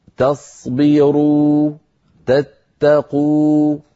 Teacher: واو مدية، يعني مد طبيعي بمقدار حركتين، ممطوطة بمقدار الطبيعي